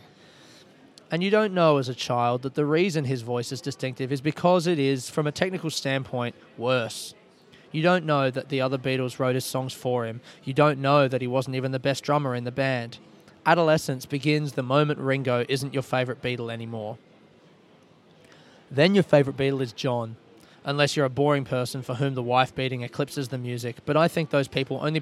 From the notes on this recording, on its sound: I recorded this episode of the podcast in Glasgow Airport while waiting for my flight to Paris.